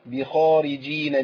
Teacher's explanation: الخاء هنا في مرتبه عاليه من التفخيم، في اعلى مراتب التفخيم الخاء